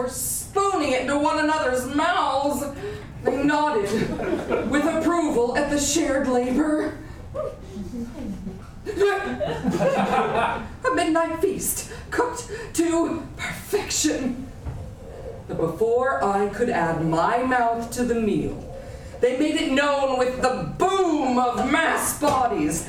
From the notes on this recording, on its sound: Live recording. We're releasing our first ever LIVE show, recorded back in September 2023 at 18th and Union in Seattle, Washington.